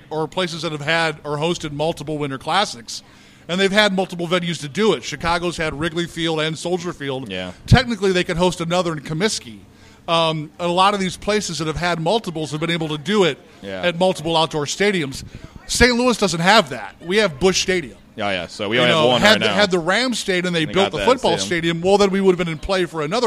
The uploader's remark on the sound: Live at The Winter Classic Part 1. Louis Blues are playing in the Winter Classic and we were live outside of Busch Stadium. We had a blast at the tailgate and thanks to everyone who stopped by. A few guests stop.